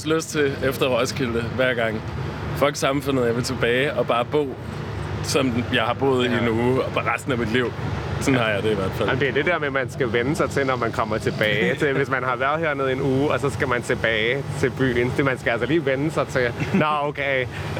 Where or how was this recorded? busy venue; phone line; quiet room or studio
busy venue